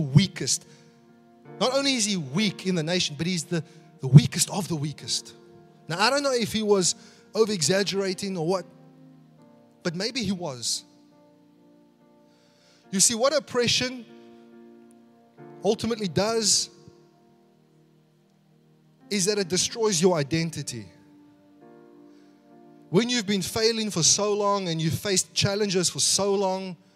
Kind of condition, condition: setting, large echoing room